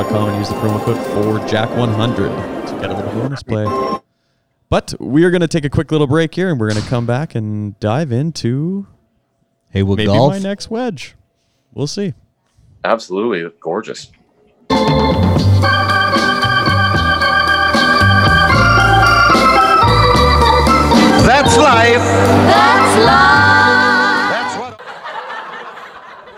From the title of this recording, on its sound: On Location: HD Golf sim at On Par Golf and Lounge